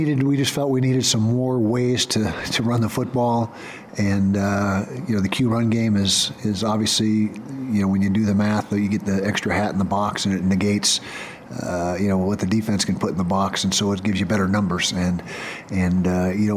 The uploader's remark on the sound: Postgame Press Conference